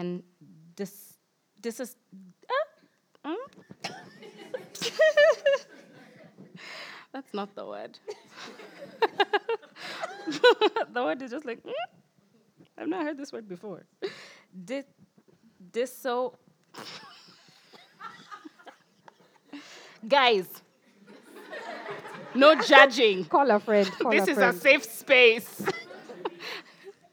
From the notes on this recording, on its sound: Our first ever live recording of The Spread